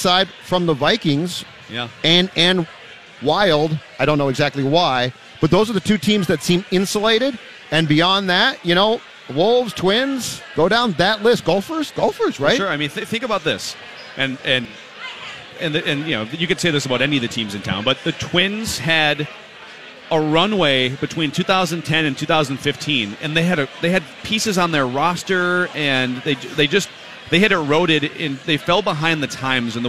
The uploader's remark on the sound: LIVE from Kieran's Irish Pub